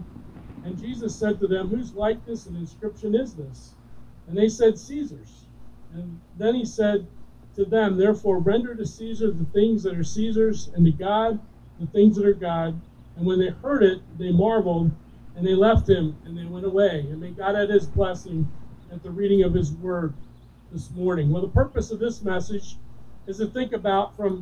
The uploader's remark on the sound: Recorded During an Outdoor Service